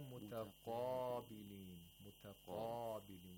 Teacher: we have the highest level of تفخيم for the قاف